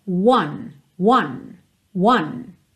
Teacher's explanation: Então, o número um, one, ele tem um começo fechadinho, é quase como se você partisse de uma letra U